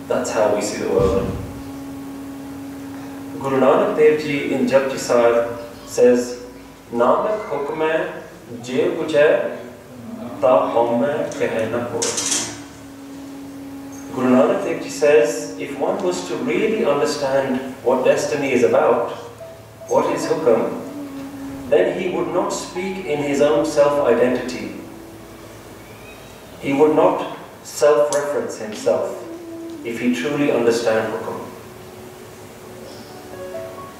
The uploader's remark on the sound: English Katha (Sikh Lecture) recorded on 26th May 2013 in Central Gurdwara, London, UK.